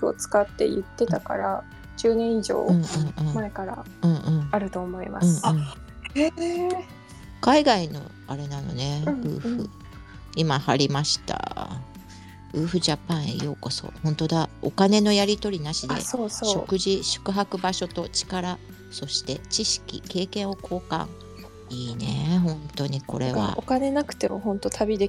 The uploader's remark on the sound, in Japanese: ツイッタースペースからダウンロードした音源です。雑音お聞き苦しい点お許しください。